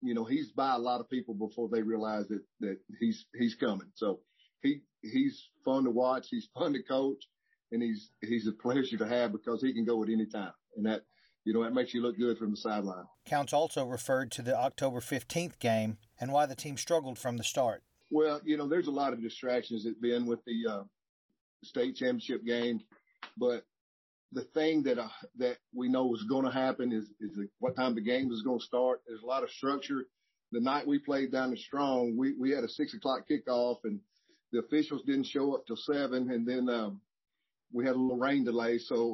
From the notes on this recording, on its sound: spoke to media during a Zoom news conference